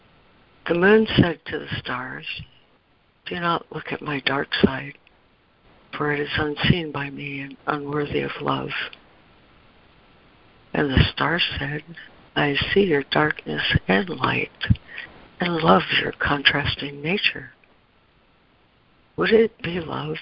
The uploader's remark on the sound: ACIM Daily Conference Call